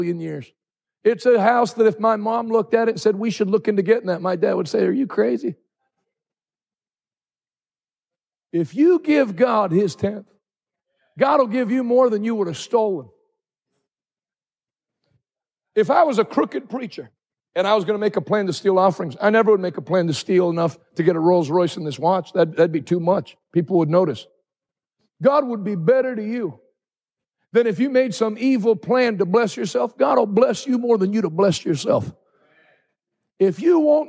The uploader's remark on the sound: Live from Hope Church St. Louis Day 2